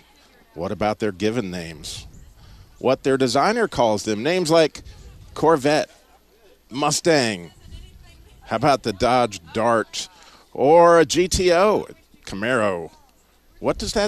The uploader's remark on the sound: Live from the Sweetwater Baptist Church Car Show!